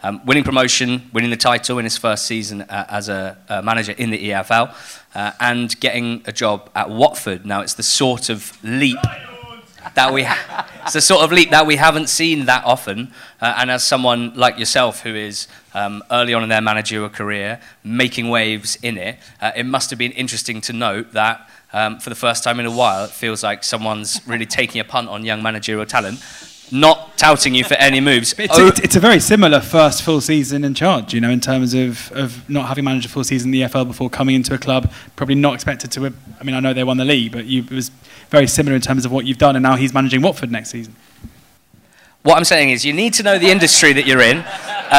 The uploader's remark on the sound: NTT20 Live Show Audio.